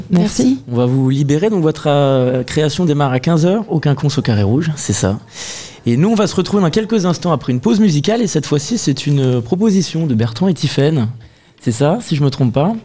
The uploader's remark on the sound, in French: Radio Alpa était en direct des Quinconces & l’Espal pour le temps fort des Inspirantes